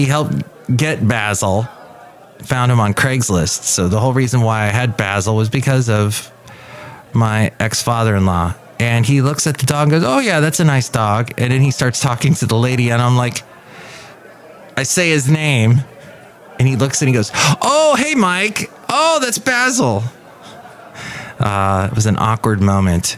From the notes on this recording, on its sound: podcasts live from Café Anyway